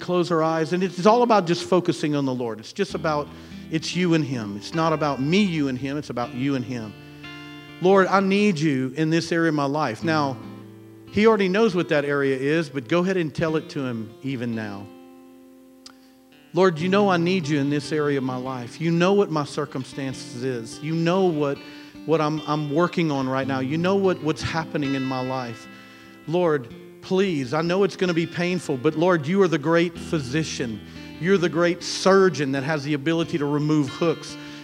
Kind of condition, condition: setting, large echoing room